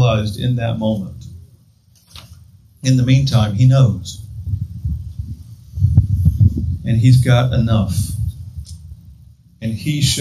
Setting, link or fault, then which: setting, outdoors